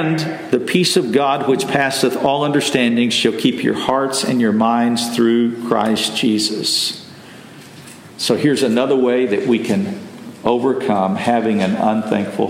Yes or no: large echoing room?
yes